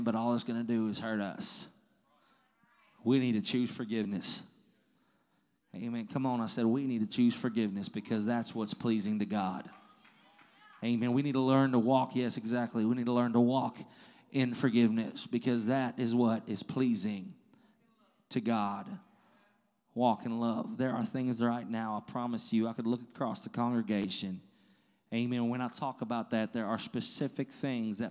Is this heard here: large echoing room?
yes